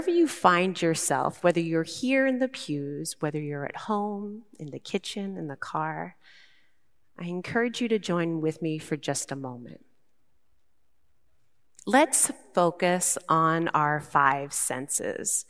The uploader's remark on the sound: Recorded live at Beatitudes Church in Phoenix, AZ